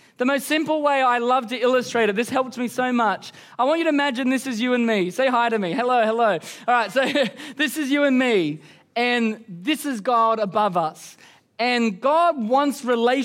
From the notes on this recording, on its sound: Recorded during our Melbourne East service on Sunday, the 10th of December 2023